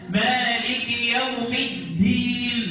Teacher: الدال فيها جهر وفيها قلقله، هي اللي بتميزها عن حرف التال.